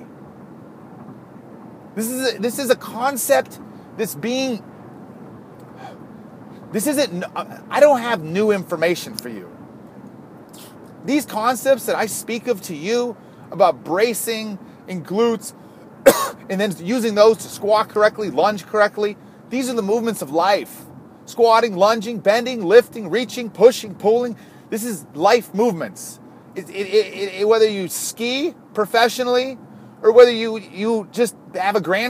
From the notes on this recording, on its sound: This was recorded on my iPhone in the backwoods of Wisconsin.